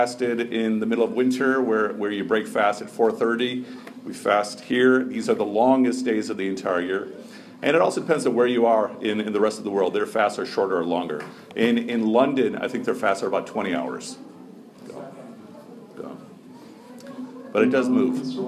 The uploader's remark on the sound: Short talk to a non-Muslim audience at the Turkish American Society of Chicago's "Get to know your neighbors" event.